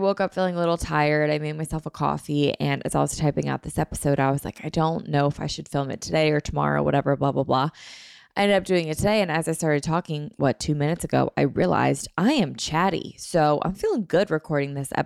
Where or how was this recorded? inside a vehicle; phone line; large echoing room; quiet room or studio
quiet room or studio